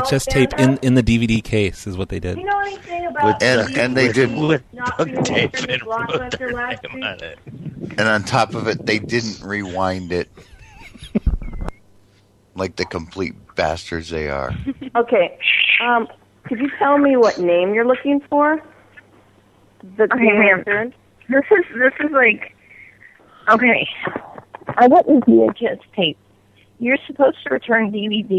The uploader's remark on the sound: …'s Personal Prank Phone Calls Collection.